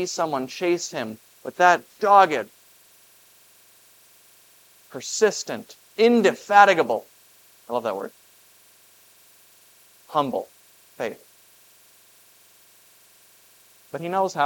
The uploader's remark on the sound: This Sunday sermon, based on Matthew 15:21-28, was preached at Grace of God Lutheran on August 20, 2023.